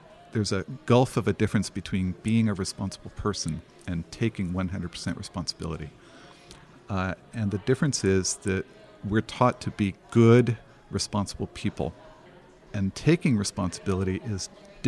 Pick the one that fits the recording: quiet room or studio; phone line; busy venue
busy venue